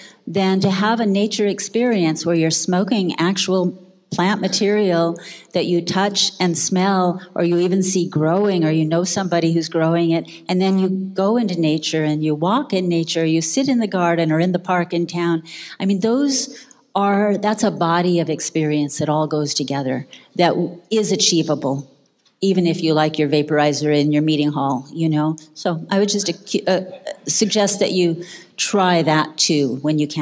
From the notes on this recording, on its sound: This episode of the MAPS Podcast is taken from the Psychedelic Science 2017 conference in Oakland, CA.